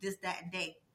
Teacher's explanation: instead of the TH sound for this, that, and they, we use the D sound